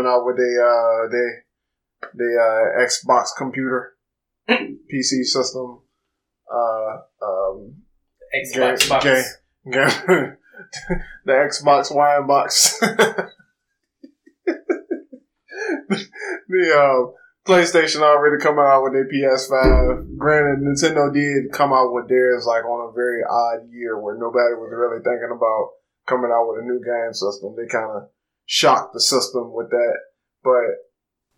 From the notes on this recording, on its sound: We would like to apologize for the quality. We had some technical difficulties.